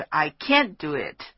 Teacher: I can't do it 是重音放在 can't 上面